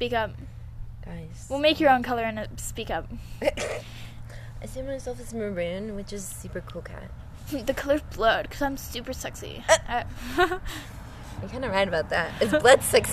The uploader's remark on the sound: Please excuse the wind and dogs barking we are filming outside as a corona precaution.